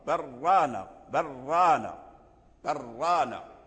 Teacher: تخفي شيئا ما الراق، ما تقولش الراق، برانا برانا هكذا برانا، تشدد ولكن لا تبالغ في تكرير الراء